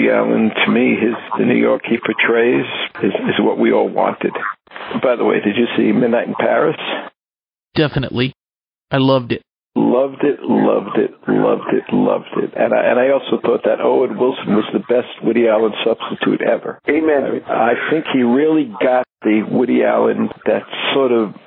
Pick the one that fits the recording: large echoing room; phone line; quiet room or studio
phone line